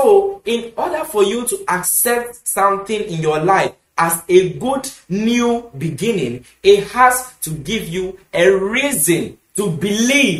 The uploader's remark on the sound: Preached at The Super Wednesday Midweek Service, Love Arena Church, Accra.